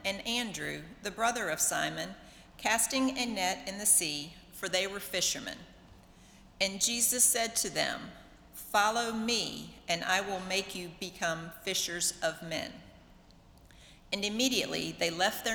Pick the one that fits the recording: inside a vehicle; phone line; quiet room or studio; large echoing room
large echoing room